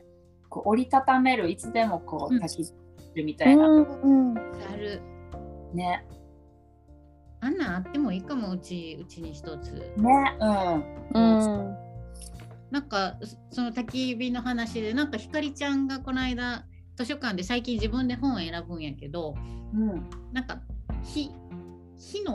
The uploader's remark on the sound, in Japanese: リモート収録でお届けします